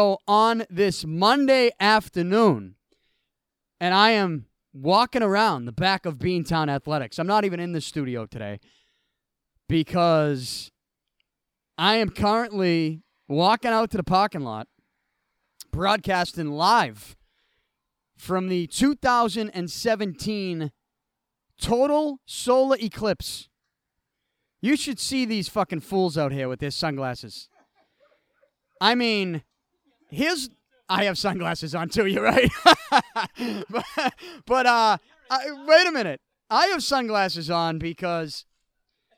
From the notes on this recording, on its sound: I recorded from outside of Beantown Athletics during the Total Solar Eclipse.